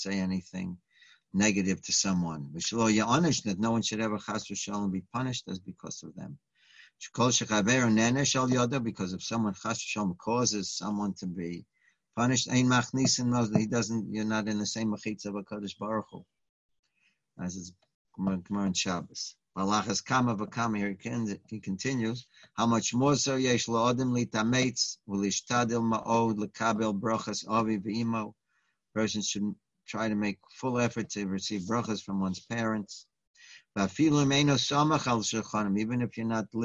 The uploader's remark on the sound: Live On Zoom